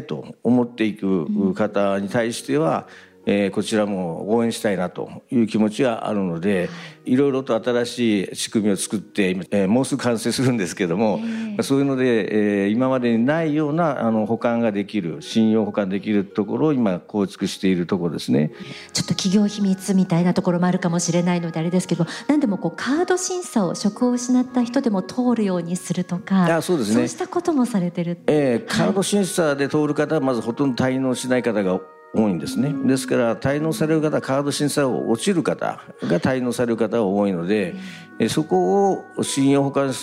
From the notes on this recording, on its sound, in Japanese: ハッピー・サイエンス・ユニバーシティ未来創造・東京キャンパスにて「天使のモーニングコール」公開録音が行われました。